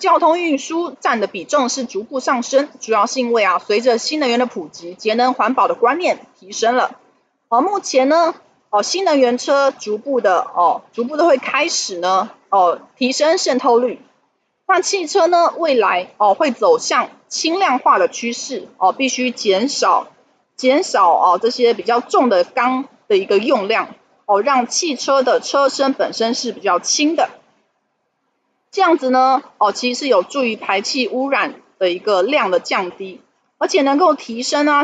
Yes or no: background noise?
yes